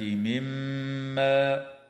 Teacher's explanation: الميم المشددة في كلمة مما حكمها الغنة بمقدار حركتين